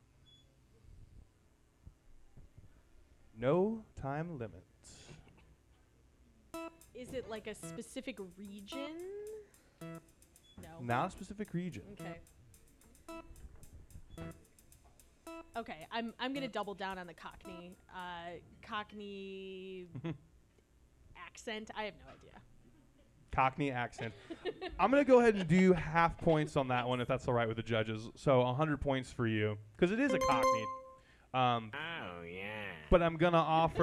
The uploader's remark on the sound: Live recording of Quiz-o!